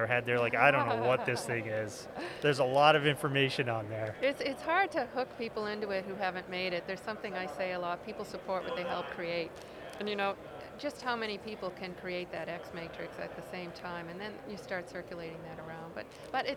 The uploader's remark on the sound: From the GBMP Northeast Lean Conference!